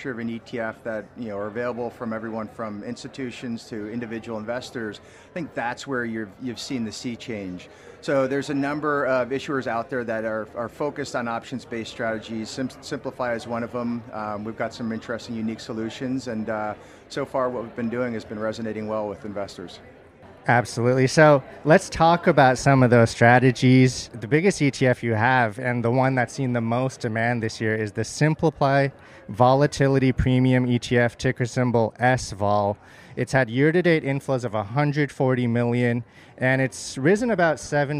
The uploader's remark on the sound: on the sidelines of the Inside ETFs conference in Hollywood, Florida